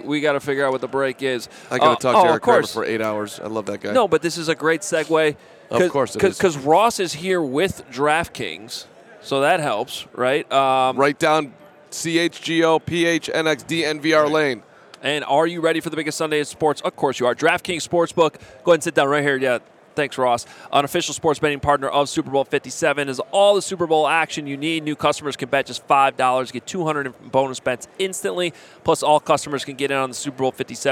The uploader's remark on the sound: Super Bowl Radio Row Day 3.